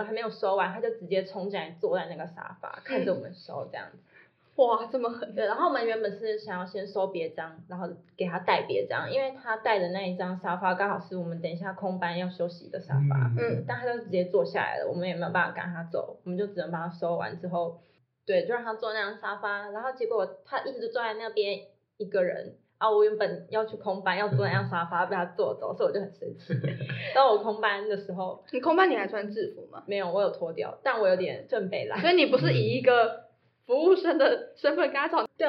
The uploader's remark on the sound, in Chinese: 音量也越來越大。耳機用戶可能會因我們收音設備不足導致收聽品質下降。